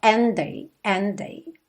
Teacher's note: É claro que você vai juntar esses dois Ds num D só.